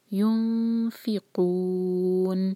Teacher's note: اس کے بعد یُنفِقُونَ، نون کے بعد فا ہے، نون کی آواز کو ہم چھپائیں گے اور فا کے لیے زبان تیار کریں گے اور قاف کو حلق سے ادا کریں گے. یونفقون، اور آخر میں جب ہم نون پہ رکیں گے تو نون کی آواز کلیئر آنی چاہیے.